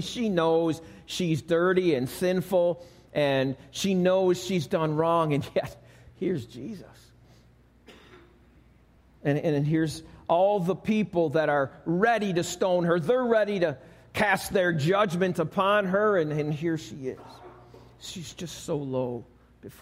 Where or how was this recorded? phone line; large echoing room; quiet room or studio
large echoing room